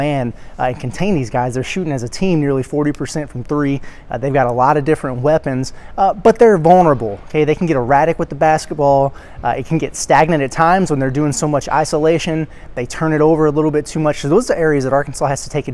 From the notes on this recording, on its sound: Live reaction and takeaways from the Imperial Ballroom at Paradise Island. At the Battle 4 Atlantis.